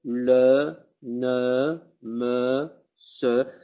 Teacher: la E, qui se prononce avec la bouche quasiment fermée